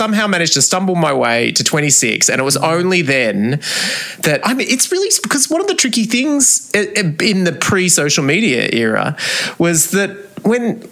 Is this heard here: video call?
no